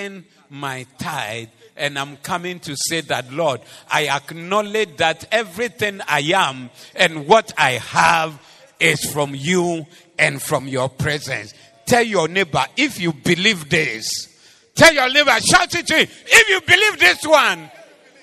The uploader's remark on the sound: Preached at the Doxa Service 23072023